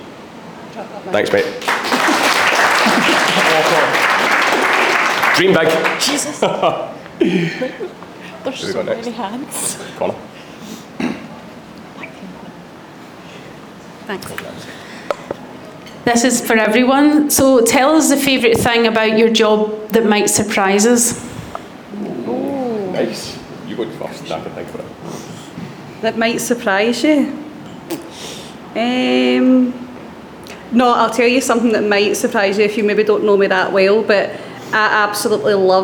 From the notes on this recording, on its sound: From the recent Built For Life live event, The Built For Life coaches took to the panel to answer questions from their clients in the room.